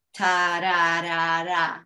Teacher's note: el trill, que es la vueltita esa que hace la lengua en la punta nada más